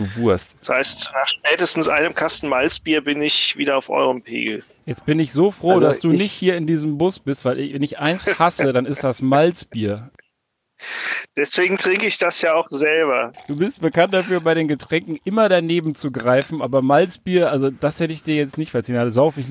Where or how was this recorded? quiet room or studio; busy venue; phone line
phone line